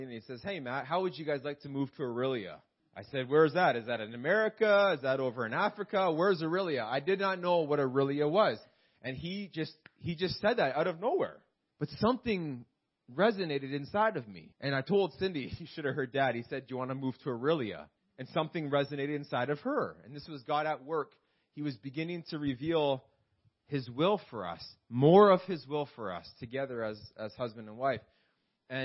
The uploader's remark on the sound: This message was preached in July 2019 at Freedom Life Church in Kitchener Ontario